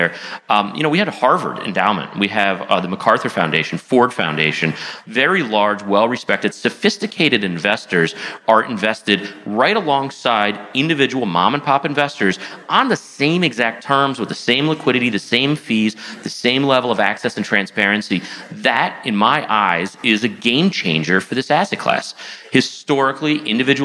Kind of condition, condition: setting, busy venue